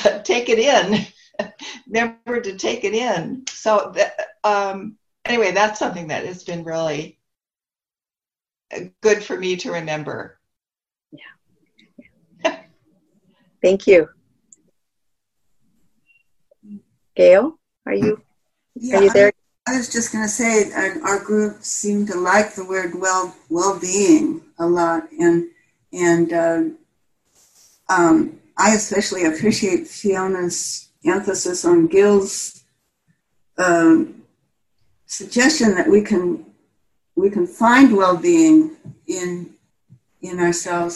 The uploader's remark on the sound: Senior Sangha July Zoom Meeting